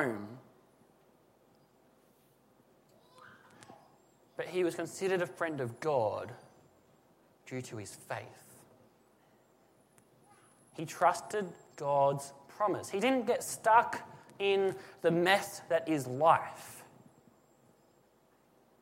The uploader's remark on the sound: This is a sermon that was preached at Lismore SDA church on the 8 July 2017.